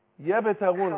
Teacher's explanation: نعم. يبتغون قلقلة الباء